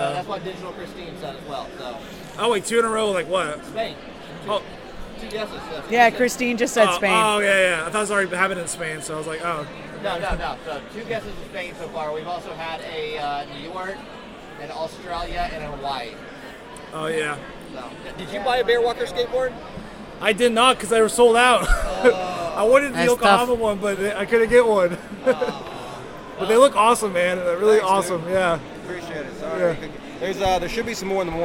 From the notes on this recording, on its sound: LIVE From Pokemon Worlds Championships 2023! Back LIVE from the Pokémon Worlds Championships 2023 in Yokohama Japan!